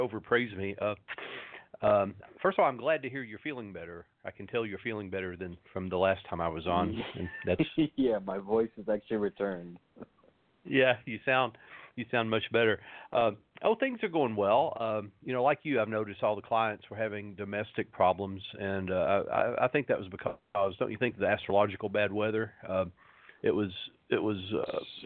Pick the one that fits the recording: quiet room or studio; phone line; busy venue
phone line